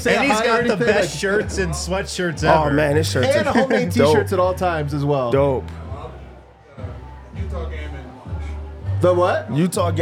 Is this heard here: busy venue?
yes